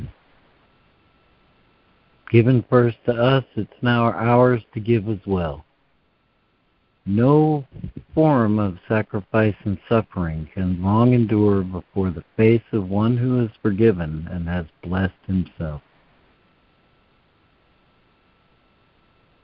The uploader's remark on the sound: ACIM Daily Conference Call.